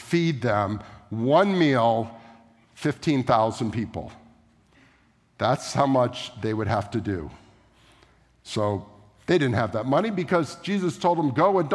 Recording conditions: large echoing room